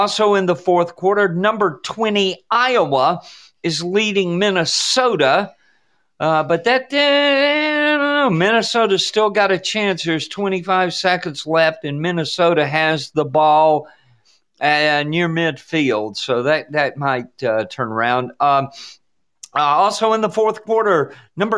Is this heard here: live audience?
no